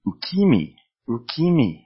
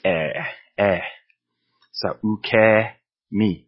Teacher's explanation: So they might say ukimi, ukimi, which is not a word because E in Japanese, the E romaji version is a long E, like eh. · Shown in: second take · So ukemi. It makes up three characters.